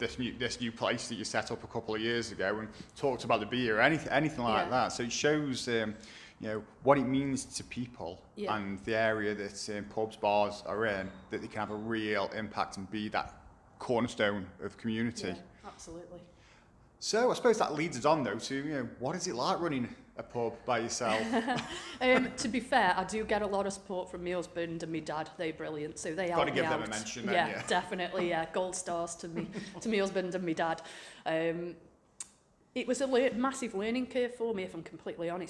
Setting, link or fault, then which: setting, busy venue